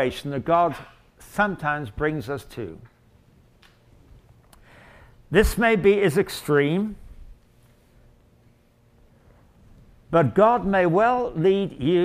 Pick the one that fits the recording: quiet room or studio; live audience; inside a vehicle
live audience